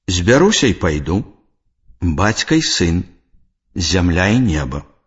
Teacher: Злучнік і часціца «і» пасля слова на галосны пры адсутнасці працяглай паўзы вымаўляецца як нескладовы «й».